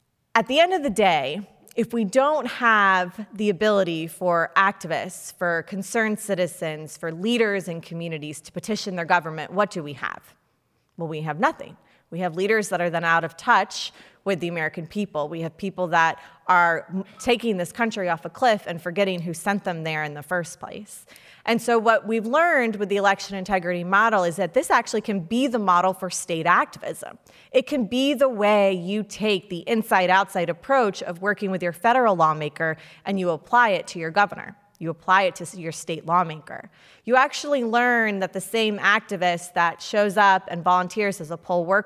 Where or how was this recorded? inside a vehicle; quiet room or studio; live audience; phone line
live audience